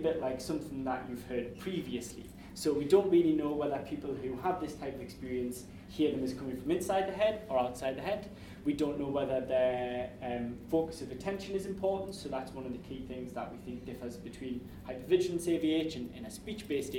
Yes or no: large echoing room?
yes